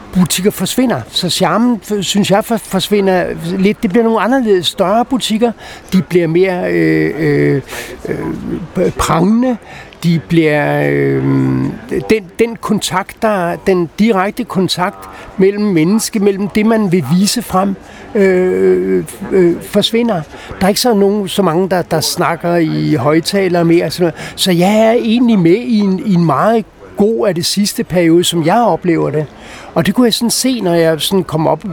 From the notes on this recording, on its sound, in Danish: Optaget på Nimb Bar, Tivoli, København.